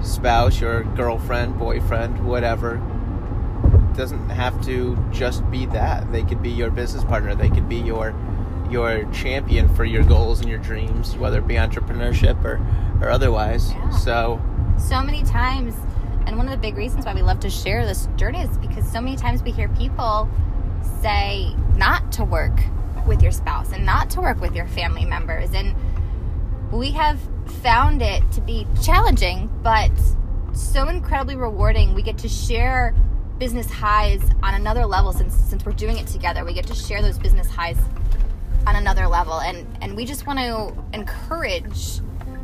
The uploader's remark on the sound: live from the car!